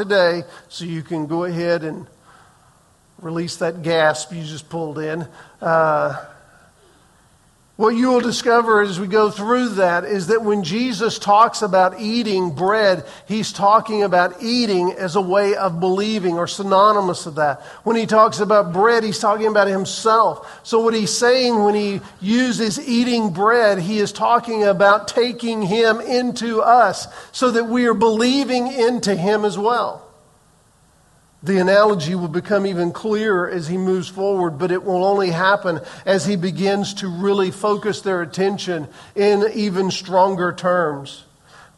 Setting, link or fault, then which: setting, large echoing room